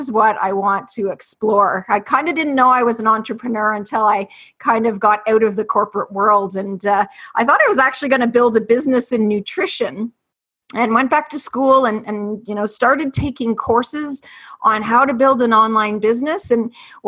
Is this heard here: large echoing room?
no